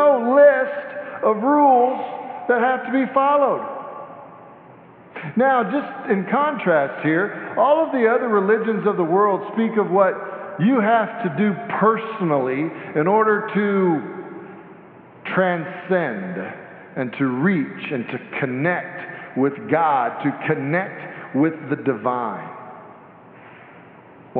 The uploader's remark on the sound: Sanctuary Service